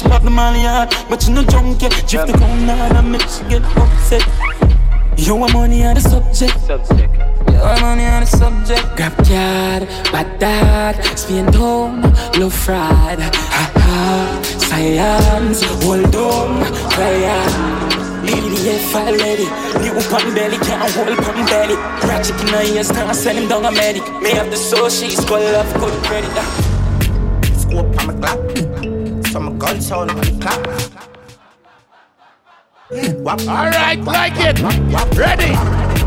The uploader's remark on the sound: LIVE AUDIO! AT ISLAND SATURDAYS. Live audio recording of island saturdays.